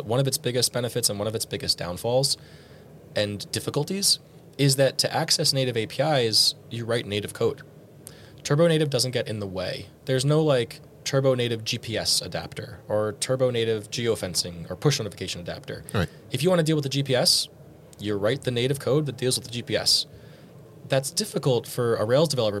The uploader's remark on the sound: This special episode was recorded live at Rails World, the ambient crowd noise gives that fact out.